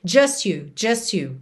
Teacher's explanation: Do S já vai direto pro you.